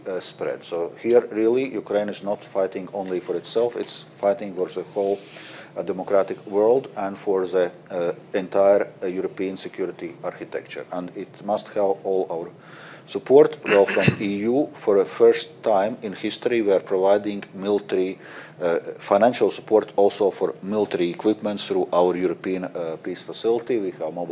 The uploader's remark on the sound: Davos 2023. A panel of top experts digs into this topic at the 2023 Annual Meeting in Davos Switzerland. This conversation was recorded at the Annual Meeting in Davos Switzerland 19 January.